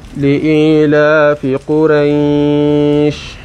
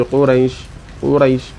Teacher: you have to recite it with maddullin, especially if you are pausing upon it · Shown in: first take